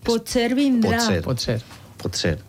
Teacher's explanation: eixa O és tancada perquè és tot una paraula